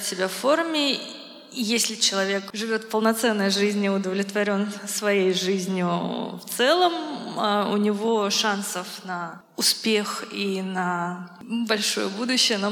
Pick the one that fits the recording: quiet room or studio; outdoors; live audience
live audience